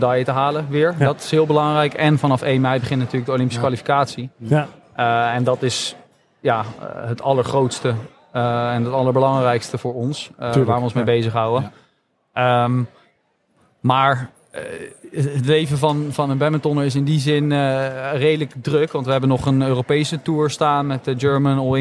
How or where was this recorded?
busy venue